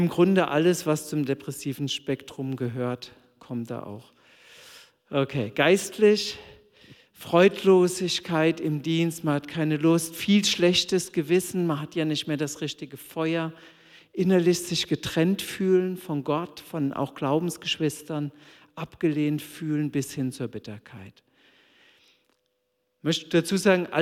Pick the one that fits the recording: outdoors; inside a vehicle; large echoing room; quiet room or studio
large echoing room